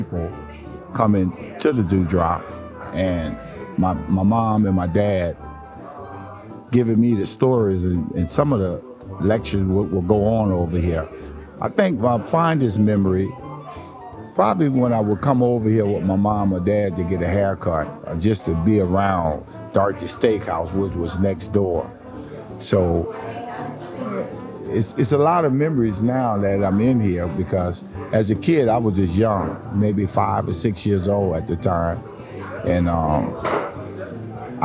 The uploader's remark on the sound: Live at The Drew Drop Inn